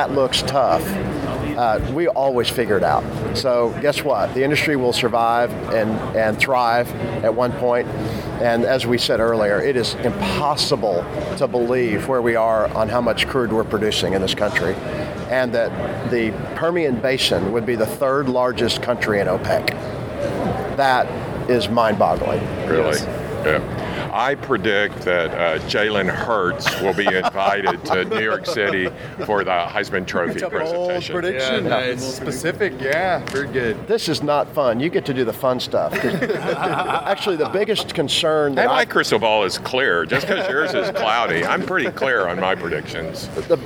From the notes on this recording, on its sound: Live from the NAPE Summit 2019